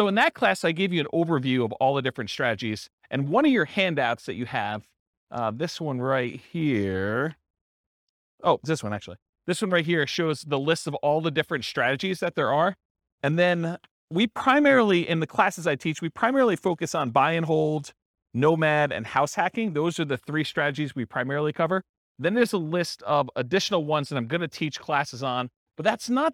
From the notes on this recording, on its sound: This was a live class recorded